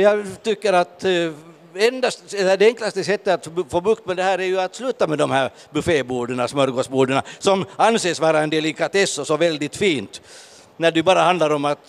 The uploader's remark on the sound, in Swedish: Podden Live från Bokmässan.